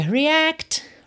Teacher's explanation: Esse T final de react pode aparecer mais, menos ou nada